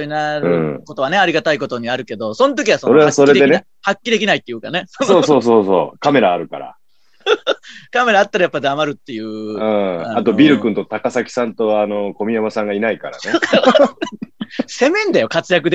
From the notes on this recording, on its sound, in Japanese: 今週は外に出かけようと思っていましたが、土砂降りなのでまたzoomです。